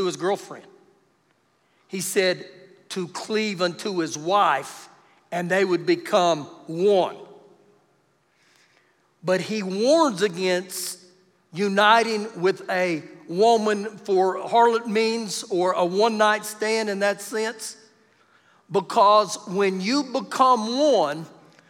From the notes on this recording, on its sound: Recorded live during our Wednesday night service